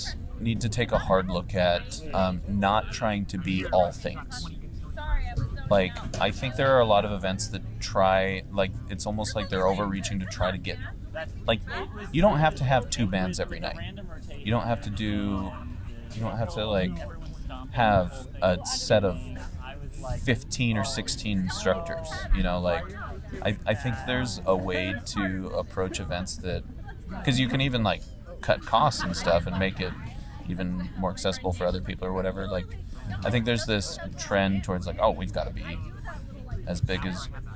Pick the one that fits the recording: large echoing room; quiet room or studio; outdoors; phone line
outdoors